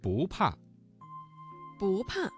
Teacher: 不怕这个词当中的不字在四声前要变成二声